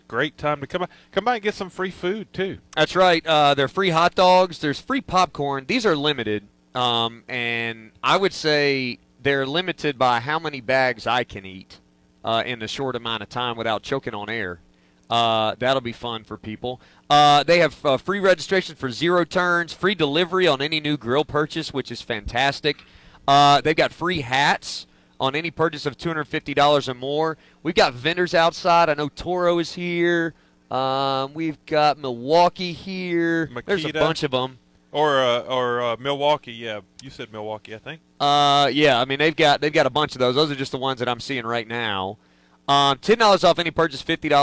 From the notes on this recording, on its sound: LIVE from Landscaper's Supply in Piedmont